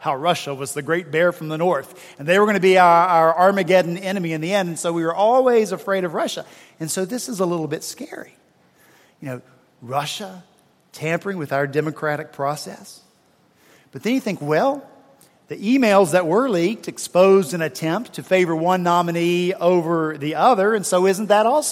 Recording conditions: large echoing room